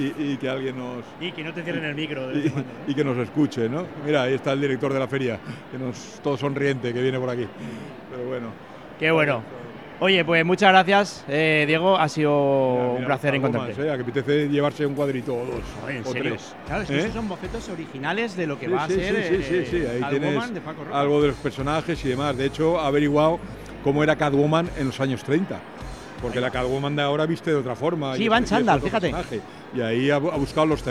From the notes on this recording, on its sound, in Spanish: Nos desplazamos a Salón del Cómic 2024 en la Feria de Muestras de Valencia donde comprobamos de primera mano el amplio publico que llena el recinto ya desde la apertura de puertas